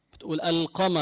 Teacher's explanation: ما بتضغم اللام بالقاف تقول القمر · Term: اللام القمرية